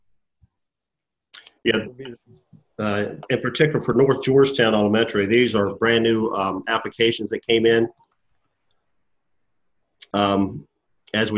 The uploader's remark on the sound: This meeting was conducted online using the Zoom video conferencing platform.